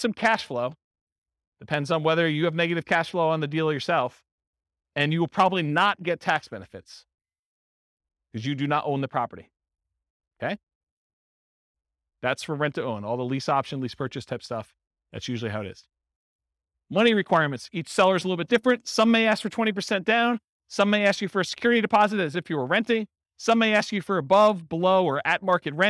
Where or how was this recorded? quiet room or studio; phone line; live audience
live audience